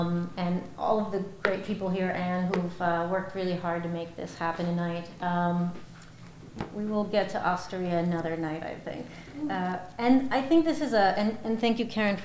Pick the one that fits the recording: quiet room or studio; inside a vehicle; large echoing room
large echoing room